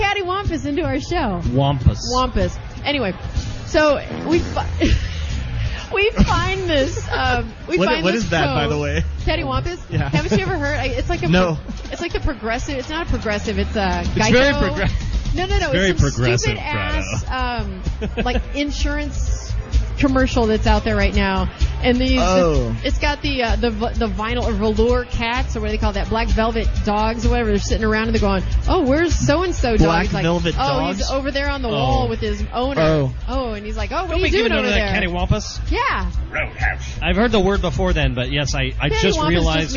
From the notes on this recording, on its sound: broadcast live from the House of Blues in Anaheim.